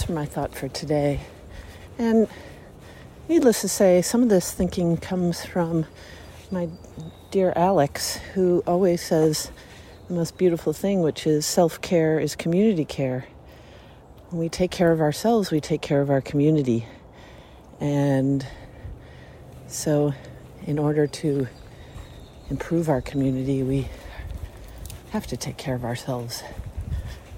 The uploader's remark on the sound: we thought we would record our personal thoughts as we walk